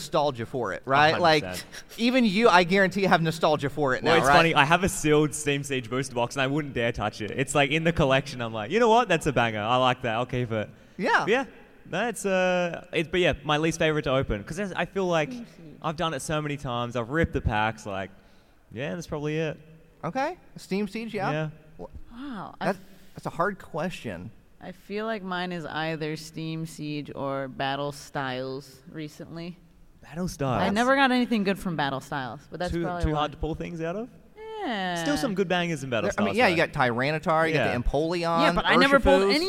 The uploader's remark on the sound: LIVE From Card Party 2023! LIVE from Card Party 2023 in California!